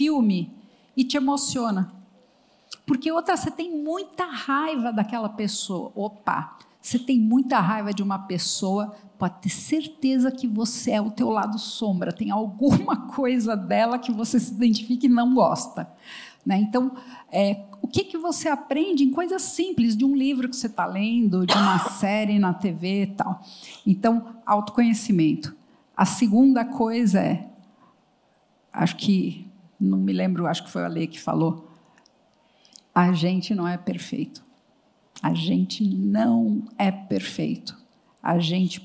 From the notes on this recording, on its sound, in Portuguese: No palco do G4 Day.